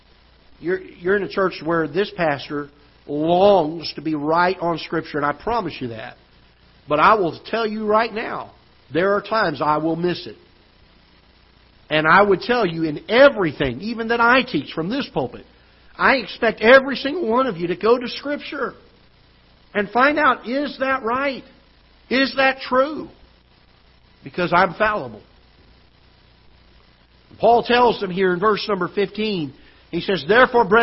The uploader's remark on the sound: Ketha Heights Baptist Church ~ Live Broadcast